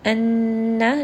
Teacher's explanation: noon here is going to have ghunna, so make sure that you go up into the nose and emphasize the shadda.